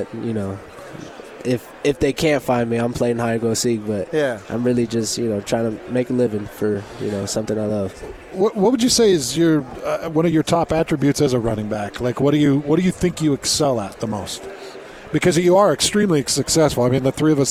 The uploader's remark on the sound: live from Pac-12 Media Day